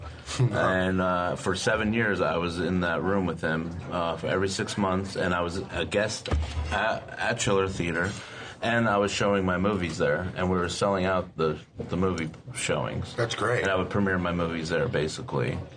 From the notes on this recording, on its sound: I met him at a quiet diner in Somerset, New Jersey